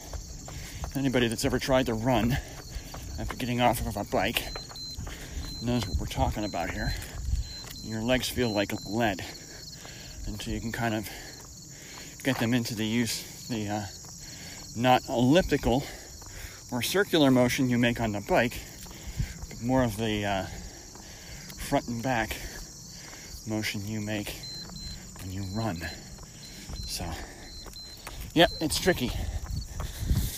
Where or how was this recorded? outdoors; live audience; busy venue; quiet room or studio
outdoors